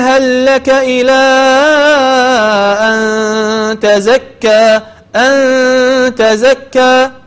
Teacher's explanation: أنك عندما تقرأ أن تزكى لا تظهر النون وانتقل إلى مخرج التاء · Term: الإخفاء